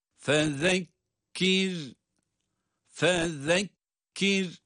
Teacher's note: zal peltek, peltek okunuyor zaten. Fezekkir, sonra da cezimli olan ra, kendisinden önce esri olması itibariyle ince okunuyor.